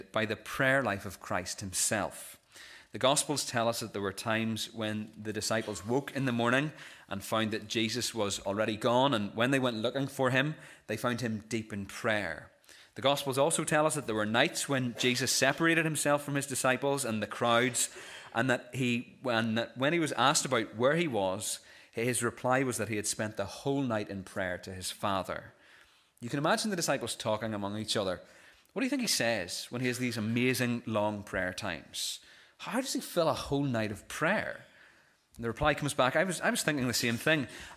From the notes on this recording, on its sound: This is the recording of the Bible reading and sermon from our morning service on Sunday 26th November 2023.